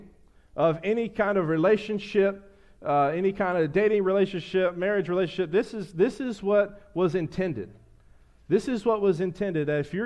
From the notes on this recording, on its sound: a sermon I preached to the church